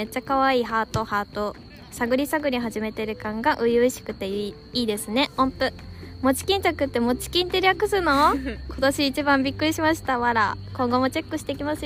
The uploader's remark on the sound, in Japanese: 花火見ながら配信。今回は夜に集合して花火を見にきました！花火の音小さめ、私達の声大きめ、周りの声も多め。